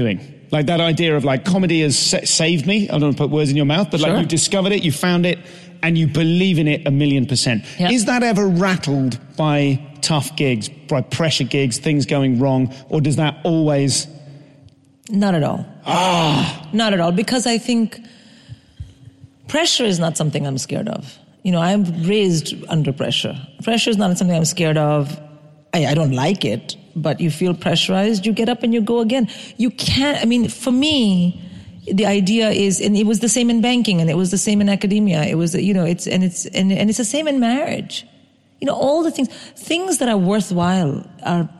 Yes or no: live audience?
yes